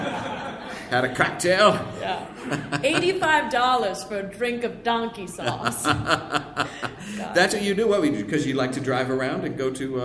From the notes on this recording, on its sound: special live episode